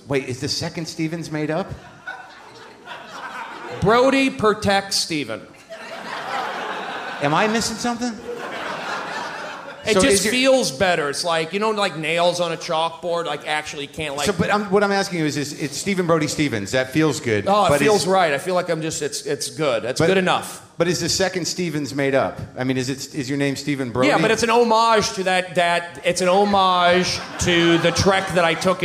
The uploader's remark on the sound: Live Portland Super Show